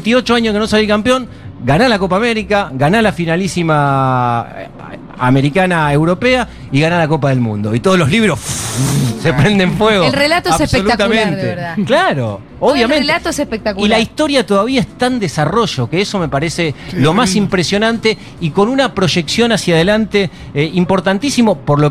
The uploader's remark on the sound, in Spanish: en vivo en Yunta Bar